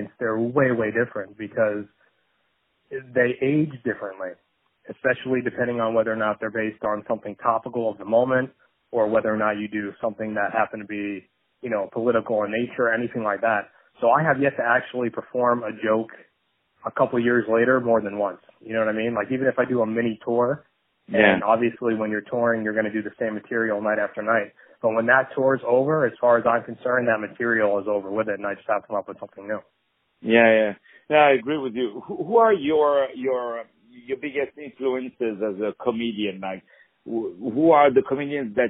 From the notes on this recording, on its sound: On the phone.